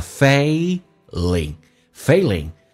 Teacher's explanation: A 要稍微的饱满一点，先发 A,再发 E